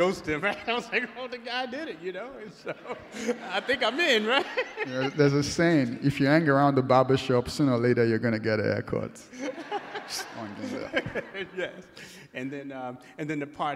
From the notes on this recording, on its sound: This conversation presents a fireside chat from AfroTech Executive Brooklyn 2023.